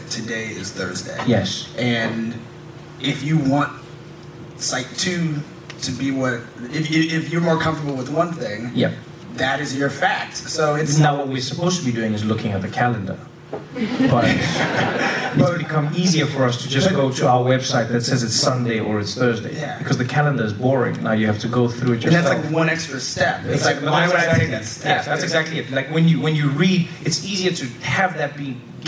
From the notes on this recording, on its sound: Recorded live at the 2016 Vulture Festival.